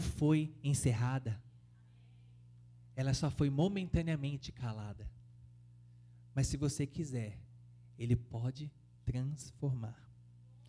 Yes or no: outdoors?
no